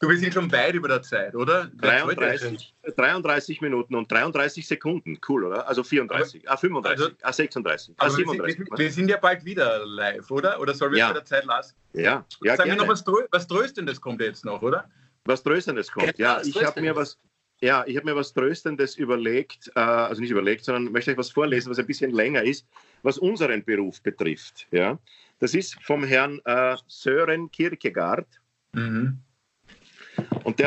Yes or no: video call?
yes